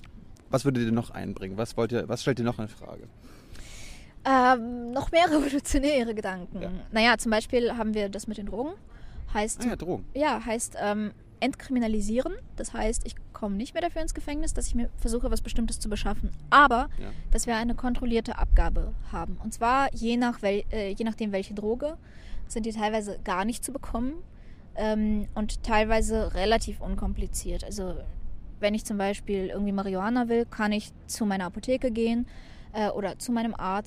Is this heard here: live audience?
no